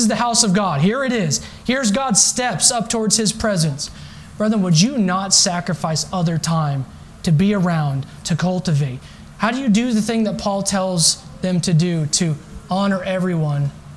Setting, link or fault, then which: setting, large echoing room